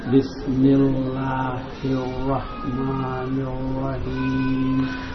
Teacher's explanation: the first ha was good. It was from the middle of the throat.